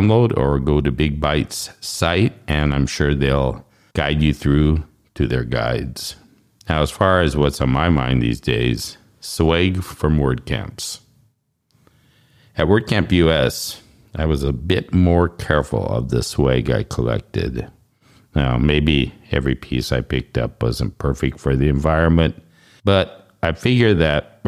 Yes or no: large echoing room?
no